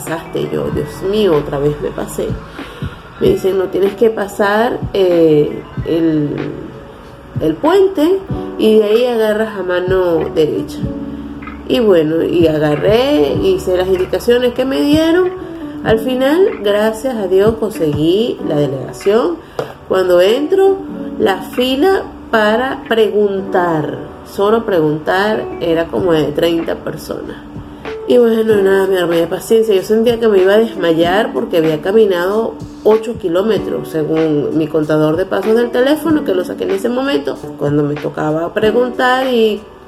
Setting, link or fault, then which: fault, phone or laptop microphone